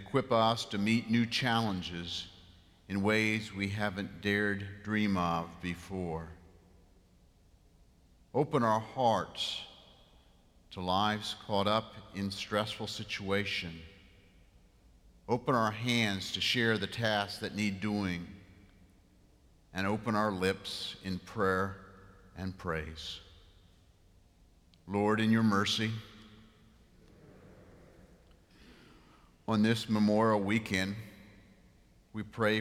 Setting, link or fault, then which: setting, large echoing room